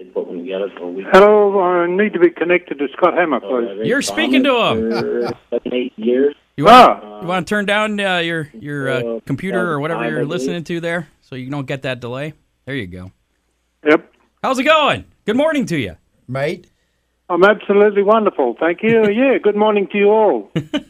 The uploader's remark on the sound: called in from Australia